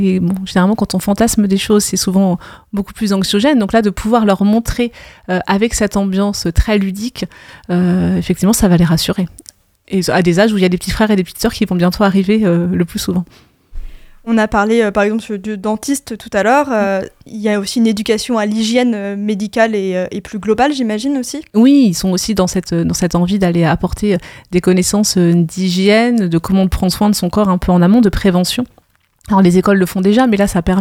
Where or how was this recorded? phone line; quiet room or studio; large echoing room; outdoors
quiet room or studio